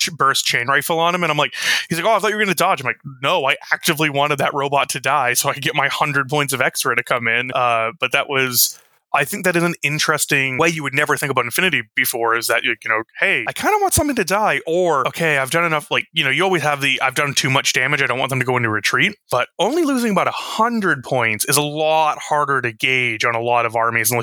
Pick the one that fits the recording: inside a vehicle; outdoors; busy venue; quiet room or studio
quiet room or studio